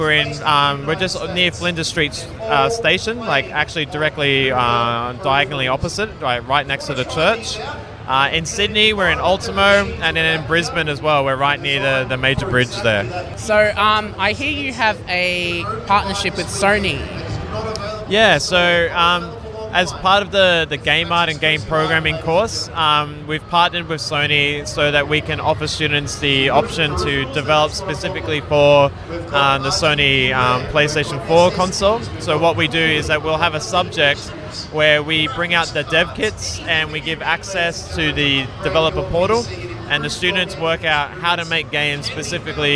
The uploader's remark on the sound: Recorded Friday 11th October 2019 at PAX Australia at Melbourne Convention and Exhibition Centre.